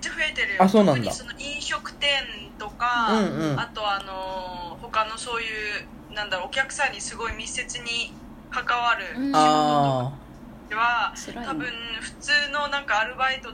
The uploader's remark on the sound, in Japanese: LINE電話でのやりとりなので、声が遅れたり音質が悪いことがありますので、ご了承ください。